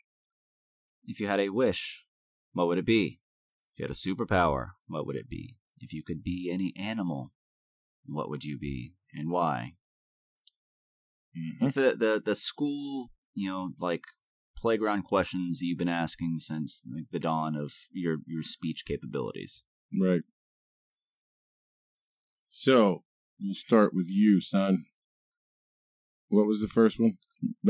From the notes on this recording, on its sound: this was the first time recording with 3 mics, we had a few technical difficulties.